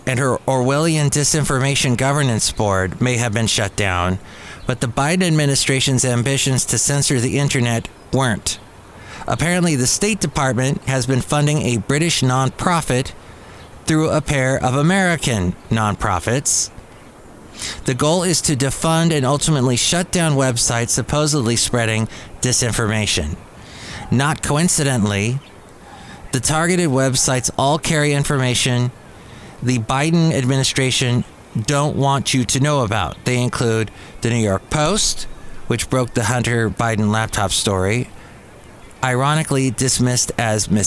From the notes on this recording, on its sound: podcasts live from Cafe Anyway